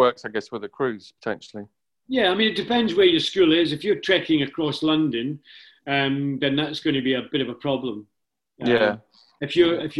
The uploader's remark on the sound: We had a Zoom call focused on the Race Squad season.